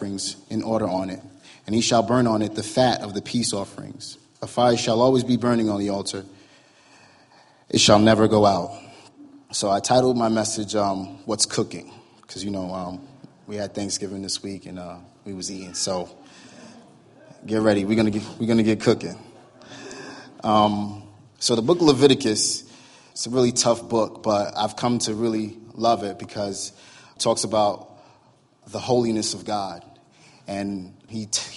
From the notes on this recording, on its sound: was recorded Sunday, November 26, 2017, during morning services at Celebration Life Family Church